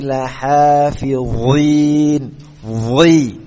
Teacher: dha itu memiliki sifat isti'la tebal bukan lahafidhin tapi lahafidhin dhi pangkal lidahnya dia naik ke atas sehingga menimbulkan suara yang tebal